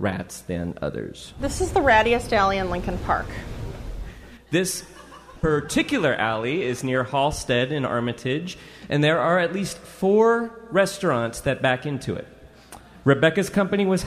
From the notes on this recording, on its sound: Chicago Rat Tales: Live at the Hideout.